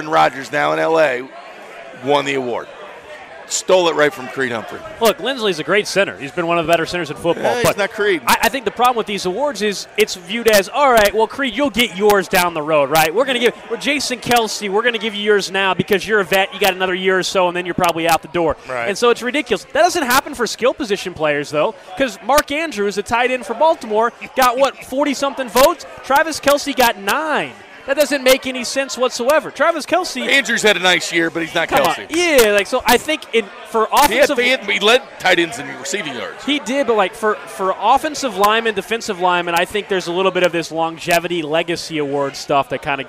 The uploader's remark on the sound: live from Cinder Block Brewery